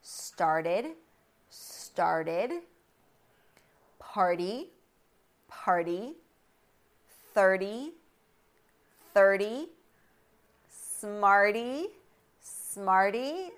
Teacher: T is a flap T after an R sound, but before a vowel or a diphthong